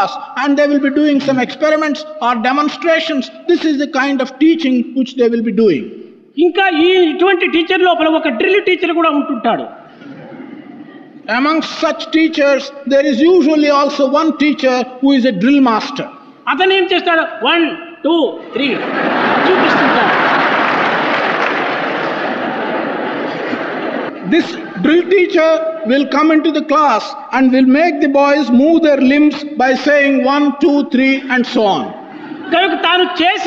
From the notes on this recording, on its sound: during valedictory function of the Sevadal conference